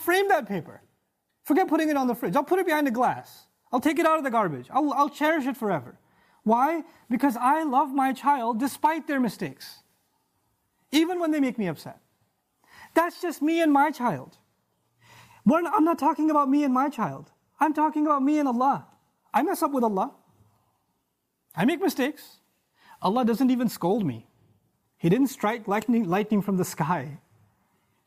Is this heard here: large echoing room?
yes